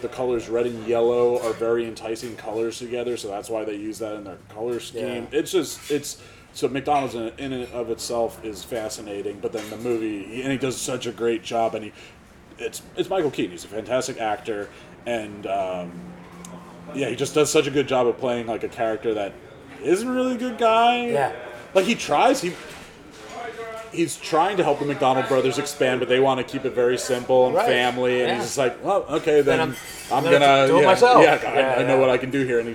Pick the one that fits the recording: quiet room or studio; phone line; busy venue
busy venue